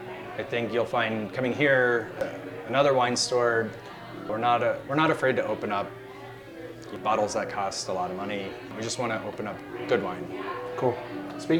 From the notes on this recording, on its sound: This week we report live from the Foodie 500 mixer